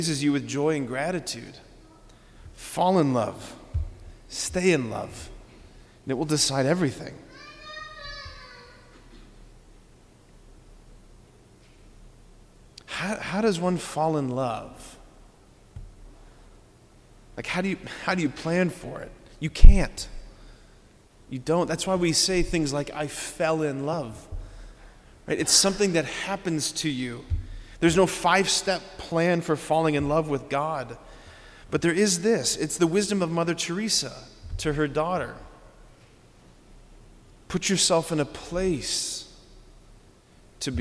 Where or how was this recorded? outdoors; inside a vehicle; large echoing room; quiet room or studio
large echoing room